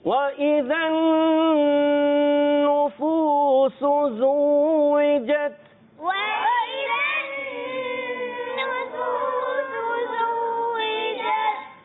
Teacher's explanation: ایک الف کا غنہ نون مشدد میں کر کے پھر آگے بڑھیں گے